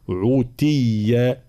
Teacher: كلمة عوتية يقرأها الإمام قانون بضم العين، عوتية، نمر هنا من العين المضمومة إلى التاء المكسورة